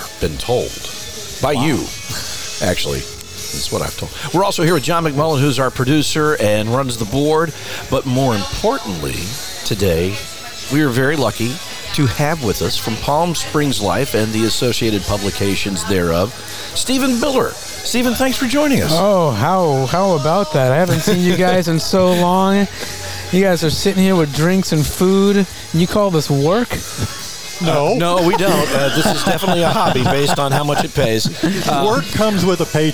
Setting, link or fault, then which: setting, busy venue